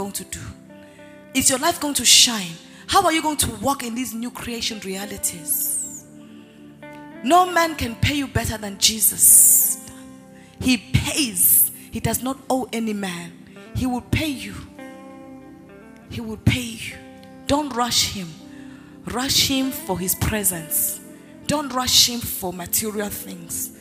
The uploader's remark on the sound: Word Explosion Conference, 2019: Day 5 (Morning). Ministering during Word Explosion Conference on 18-04-2019.